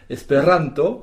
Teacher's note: Et on met donc l'accent tonique sur le ran, sur l'avant-dernière syllabe.